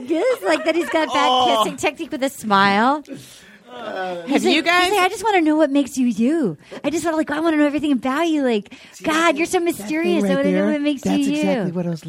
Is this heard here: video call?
no